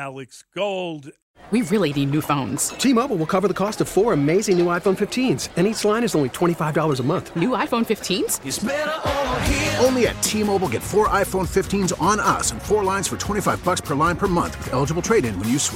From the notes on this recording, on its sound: Live from Radio Row. Super Bowl.